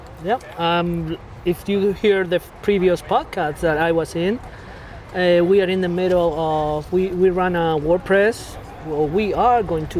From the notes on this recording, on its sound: This week we do a pub interview. We recorded this outdoors at Steel Toes brewery in Saint Louis Park MN.